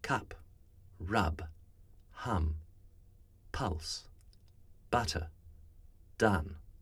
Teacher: This sound is bright, forward in the mouth, further forward than the sound we might use in North American speech. · Term: bright a sound